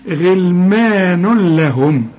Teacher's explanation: تنوين وبعد لام ما فيش غنة